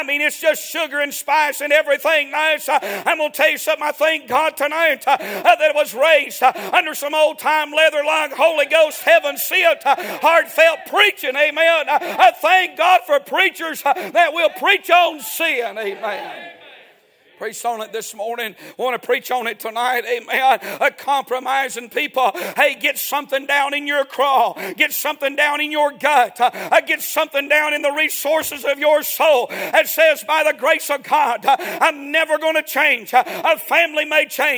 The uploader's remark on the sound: A sermon preached Sunday Evening, on December 3, 2023.